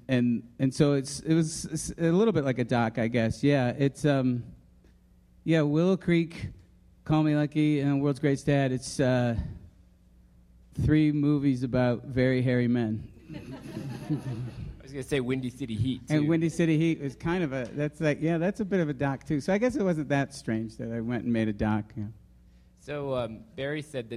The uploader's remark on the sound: Screen Talk came to Park City for the Sundance Film Festival this week. Live recording of the latest episode, which took place in front of a sold-out crowd at the Airbnb Haus on Main Street.